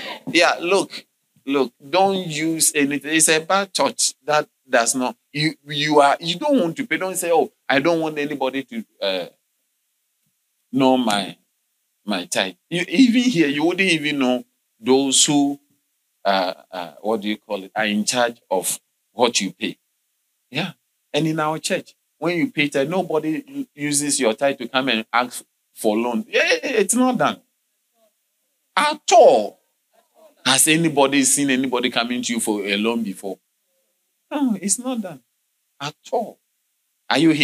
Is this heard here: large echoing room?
yes